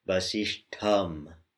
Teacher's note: So this is both has to be turned back, the tongue has to be retroflex, turned back into the mouth, basish tum, and a little puff from the belly, from the low belly, puff of air, called maha prana.